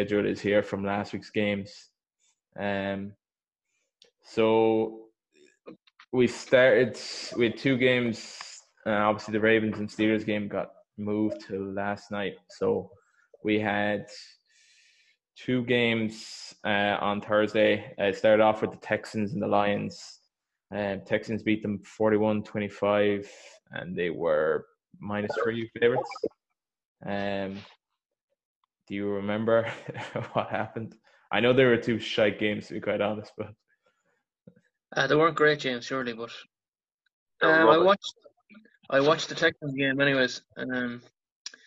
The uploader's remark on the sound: This was recorded over zoom so apologies for sound quality.